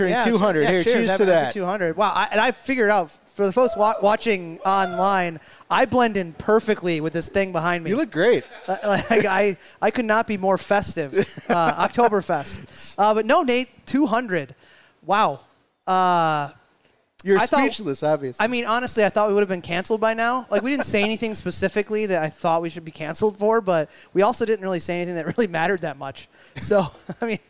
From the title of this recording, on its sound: Live from Utepils